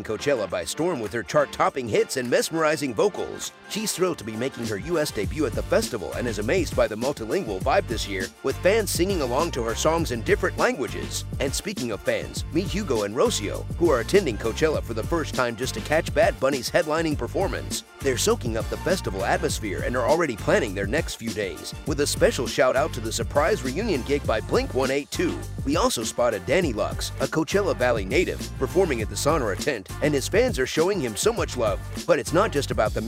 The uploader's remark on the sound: coming to you live from Coachella 2023